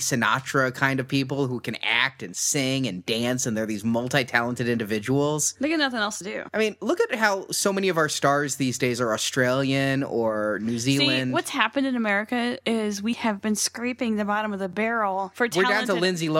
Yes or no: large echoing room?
no